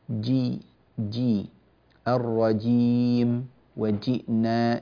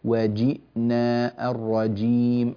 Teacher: الجيم في وسط اللسان أدخل قليلا في المخرج · Shown in: second take · يعني 1 ملي بس إلى الداخل زيادة عن الموضع الذي تقرأ منه، فتنبه لهذا فهو خفي جدا. · Term: مخرج الجيم